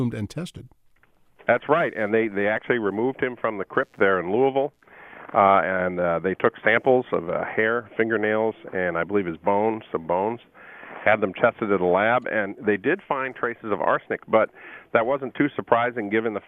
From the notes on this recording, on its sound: As a student at Murray State University, where we caught up with him by phone.